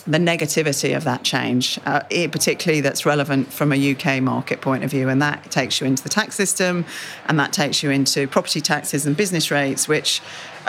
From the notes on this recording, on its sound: In an exclusive interview, recorded at the World Retail Congress 2019.